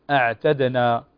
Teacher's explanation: الهمزة مرققة أ، وكذلك ننتبه إلى قلقلة الدال